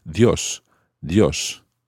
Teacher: the combination of I-O normally is pronounced as one syllable